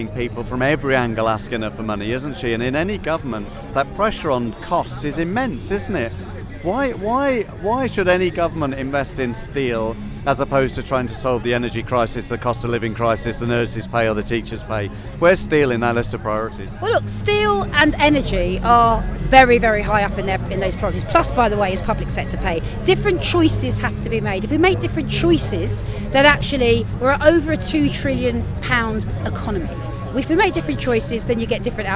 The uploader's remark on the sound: Live from the London march